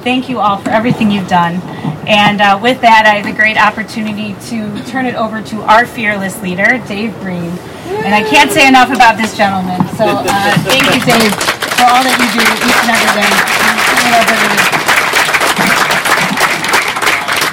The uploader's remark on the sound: podcasting live from Springfield, Illinois for the first-ever 2016 Capitol Day for Special Olympics Illinois